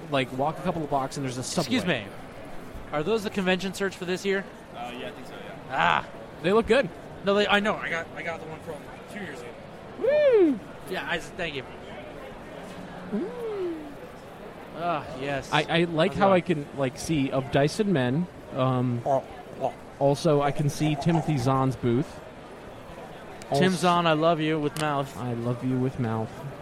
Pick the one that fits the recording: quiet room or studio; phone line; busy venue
busy venue